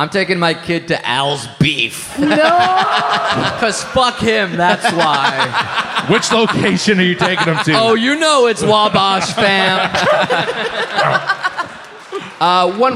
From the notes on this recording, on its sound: Recorded live as part of Headgum Live In Chicago at Thalia Hall, on June 14th, 2019.